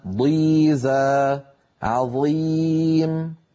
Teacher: الضاد مستعلية مطبقة مكسورة، والظاء مطبقة مستعلية مكسورة أيضا